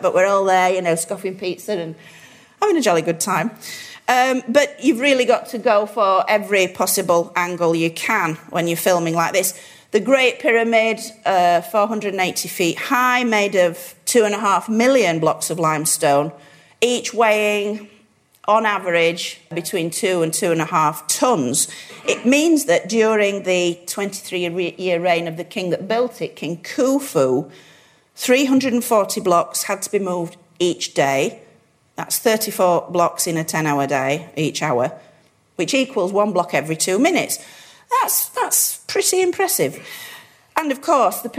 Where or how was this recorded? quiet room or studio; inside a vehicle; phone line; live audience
live audience